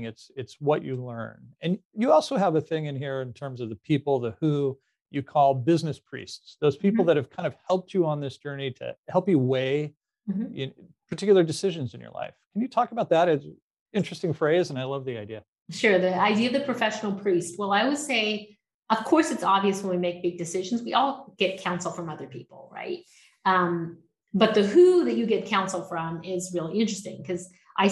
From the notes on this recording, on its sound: For a live virtual chat. In a virtual fireside chat.